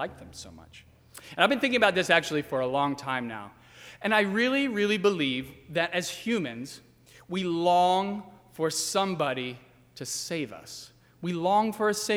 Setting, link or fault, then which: setting, large echoing room